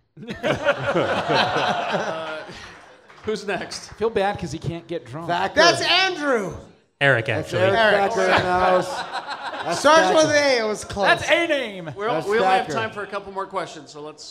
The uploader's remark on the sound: Our 2nd show Recorded Live at 50west club in front of a packed house, last day of SLCC 2016.